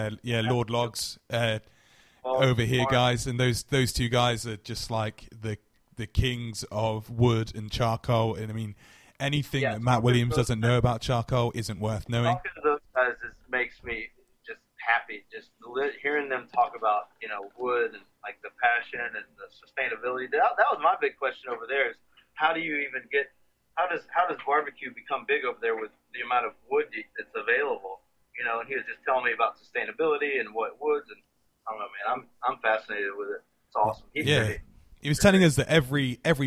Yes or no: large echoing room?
no